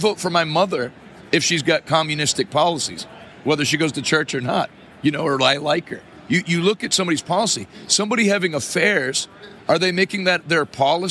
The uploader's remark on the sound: LIVE from the National Religious Broadcasters Convention in Nashville TN